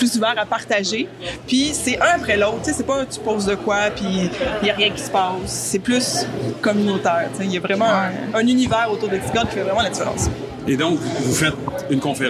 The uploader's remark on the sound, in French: Une entrevue enregistrée lors du Web a Québec.